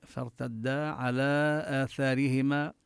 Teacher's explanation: وهنا الراء مفخمة بفرتدا، راء ساكنة سبقت بفتحة